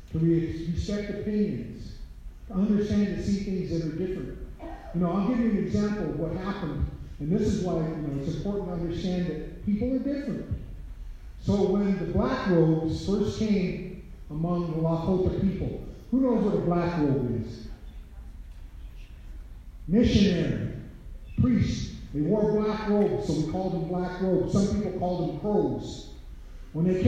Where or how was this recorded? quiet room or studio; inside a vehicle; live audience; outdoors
live audience